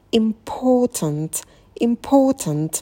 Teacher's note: Обратите внимание, что «п» и «т» мы произносим с придыханием.